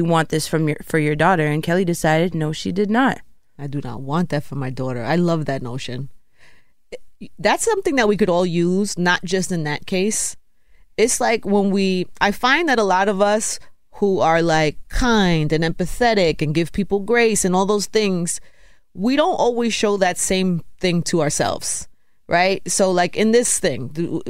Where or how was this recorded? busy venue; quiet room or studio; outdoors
quiet room or studio